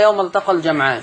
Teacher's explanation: لذلك الفتح والتقليل عمره ما يبقى في الوصل في هذه الكلمه، يبقى لما نقف نقول يوم التقى يوم التقى، الاثنين في الوقف. لما نوصل مفيش لا فتح ولا تقليل لان ما بقاش في الف في الوصل